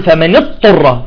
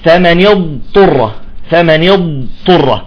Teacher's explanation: الواجب إعطاء الاستطالة للضاد، تمام، نعطي الاستطالة ثم نخرج الطاء · Shown in: second take · نقول فمن يض، سمعتوا صوت الضاد، فمن يض، ثم ننتقل إلى الإطباق، إطباق الطاء، فنقول فمن يضطر، فمن يضطر.